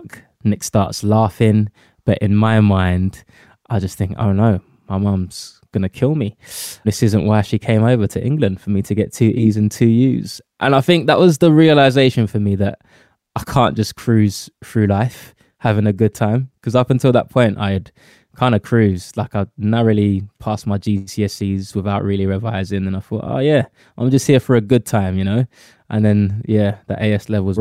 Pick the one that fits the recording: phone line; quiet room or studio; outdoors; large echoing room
quiet room or studio